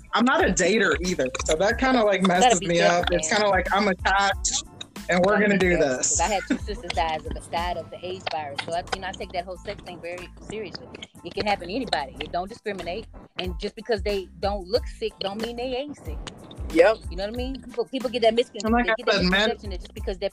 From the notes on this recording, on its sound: Please excuse audio quality due to the coronavirus we have to practice this social distancing thing..